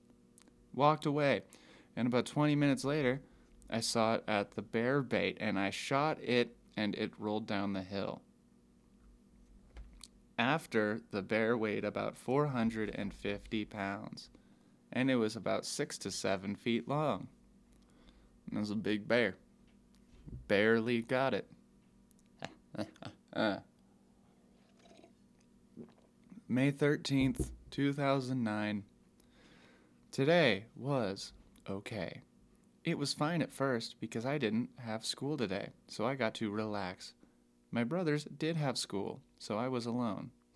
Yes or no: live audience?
no